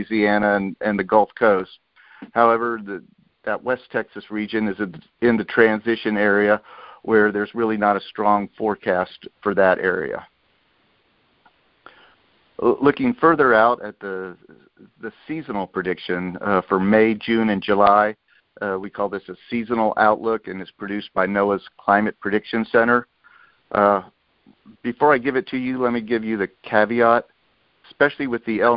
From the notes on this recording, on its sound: Monthly Conference Call